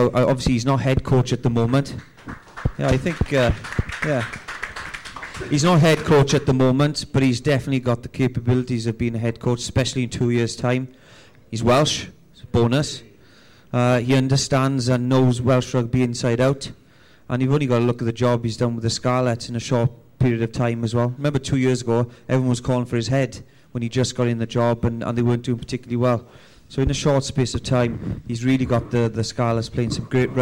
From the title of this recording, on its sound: a live audience